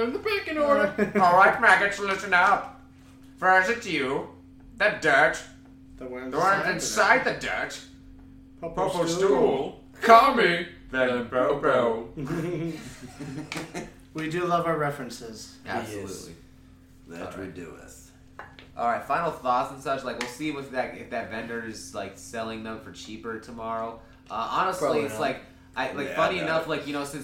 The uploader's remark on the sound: This is actually the first episode where we are all together!! If the mic doesnt sound the best we do apologize.